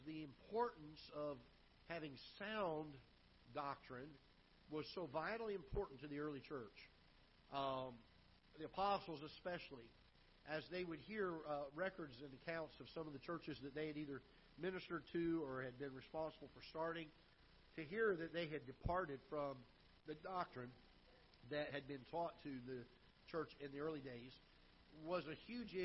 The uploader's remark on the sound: Ketha Heights Baptist Church ~ Live Broadcast